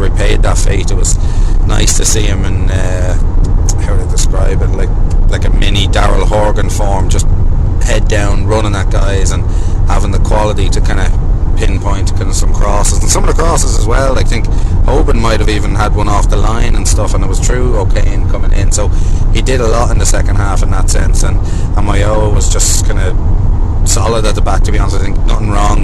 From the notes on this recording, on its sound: Recorded on the road home from Cork.